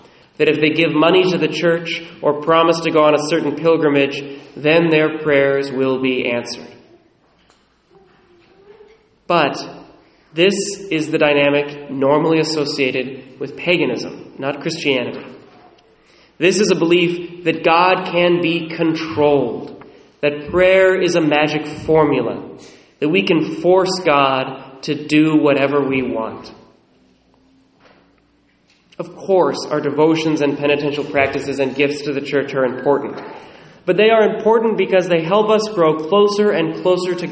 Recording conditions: large echoing room